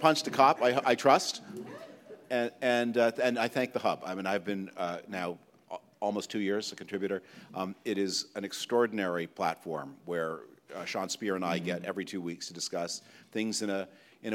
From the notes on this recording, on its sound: That took place in Toronto on November 21, 2023, at the Gardiner Museum in front of a live audience.